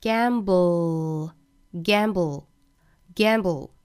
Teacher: 尾部舌侧音，舌尖抵住上齿龈之后再去发后面的 l 的发音